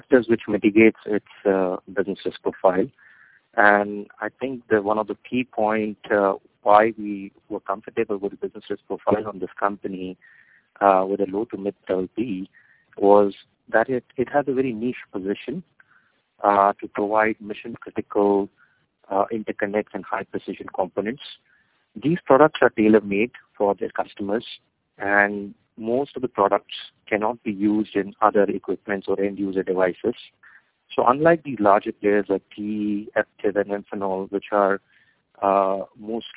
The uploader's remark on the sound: Teleconference Replay. By Fitch Ratings.